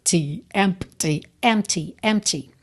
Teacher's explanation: Você reparou que o P é completamente mudo, então você não tem que se preocupar em dizer empty.